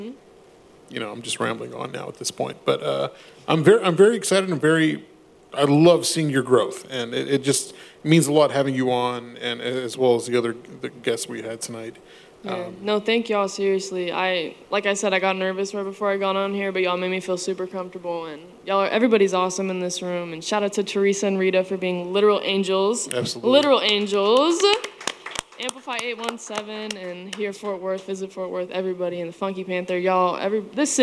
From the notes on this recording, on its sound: a live recording from our favorite venue